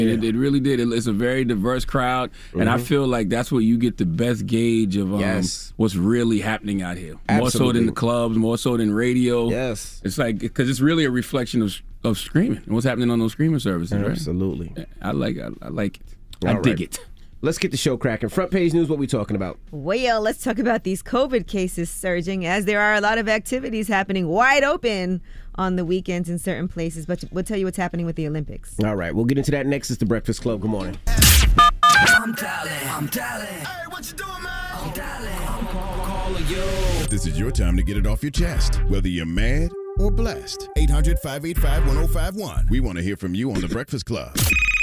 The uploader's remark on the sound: Today on the show we opened up the phone lines